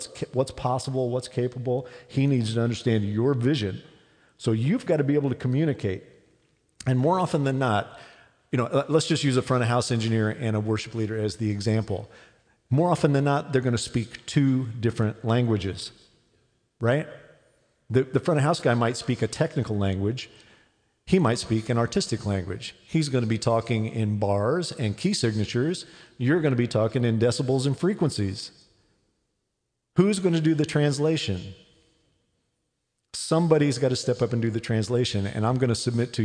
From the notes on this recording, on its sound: Recorded live at the FILO conference in May, 2018. We celebrate the first live recording.